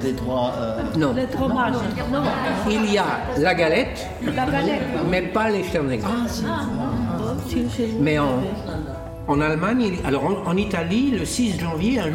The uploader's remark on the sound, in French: L’émission a été enregistrée à la Kettenfabrik de Sarrebrucken , en présence des seniors allemands et français. L’émission a été enregistrée à la Kettenfabrik de Sarrebrucken , en présence des seniors allemands et français.